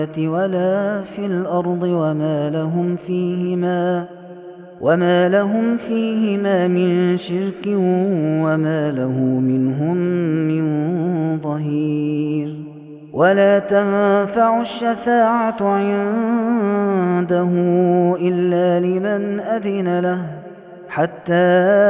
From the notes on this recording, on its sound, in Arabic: هذا التسجيل من صلاة التراويح